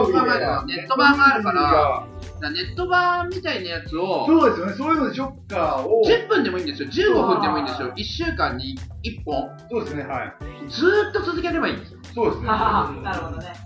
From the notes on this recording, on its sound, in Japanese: 初回につき音声のバラつきは大目に見てくださいませ。